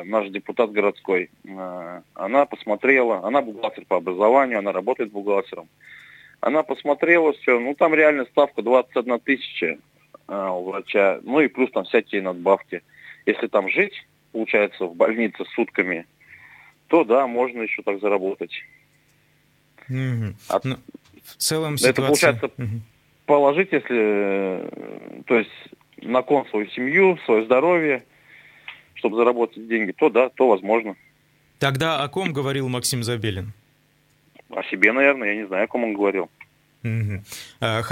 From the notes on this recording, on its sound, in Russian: Гости по телефону